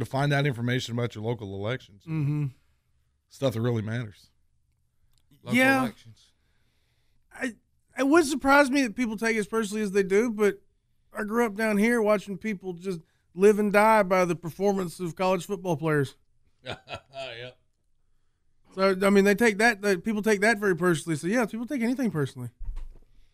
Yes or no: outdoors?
no